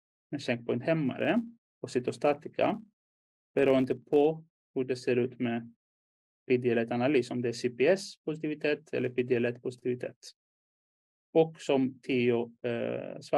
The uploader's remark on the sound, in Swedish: Ljudinspelningen från SOF:s webbinarium om Bröstonkologi som sändes 16/5 -2023.